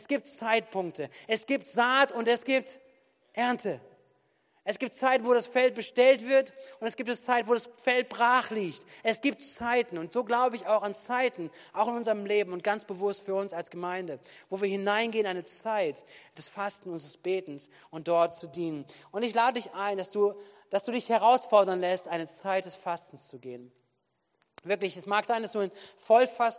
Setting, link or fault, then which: setting, large echoing room